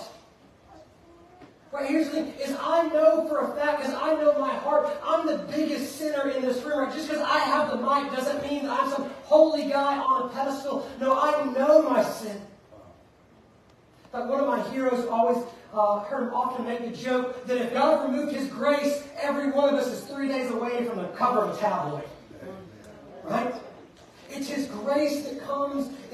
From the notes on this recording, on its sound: Preached at Fairview Church in Montgomery, Alabama on November 26th, 2023.